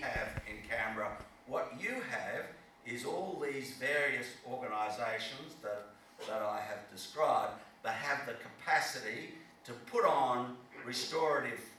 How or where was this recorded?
live audience